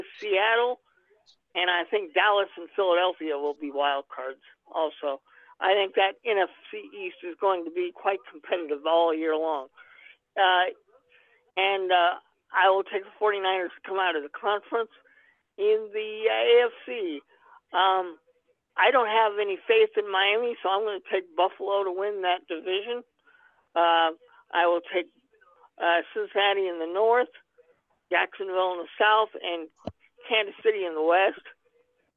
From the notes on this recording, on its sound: take your live calls